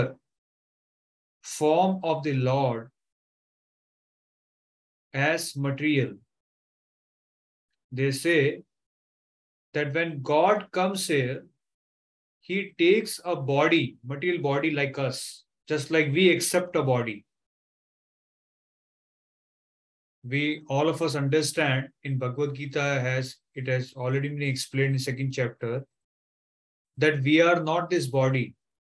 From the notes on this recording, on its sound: Online Zoom Class